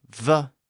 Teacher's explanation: The F sound, F, is the unvoiced version, and the V sound, V, is the voiced version. The only difference between those two sounds is the fact that the vocal cords are involved in the V sound.